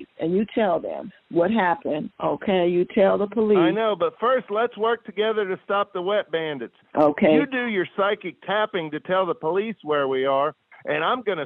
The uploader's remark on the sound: makes a phony phone call